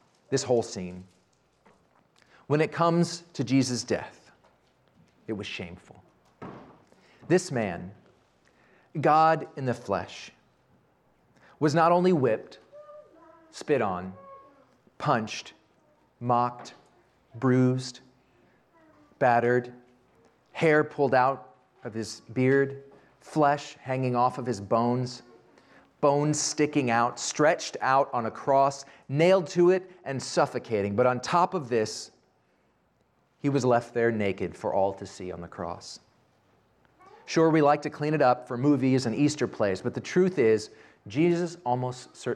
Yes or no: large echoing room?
yes